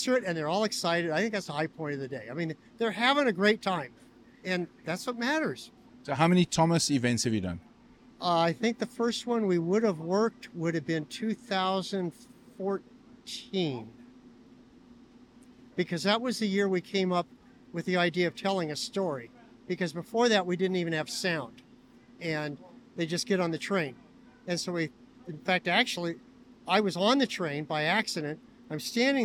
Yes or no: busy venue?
yes